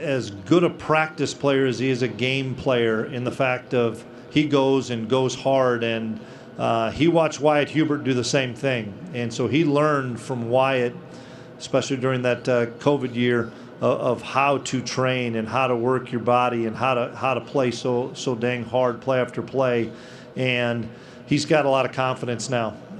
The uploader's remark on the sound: press conference from Big 12 Media Days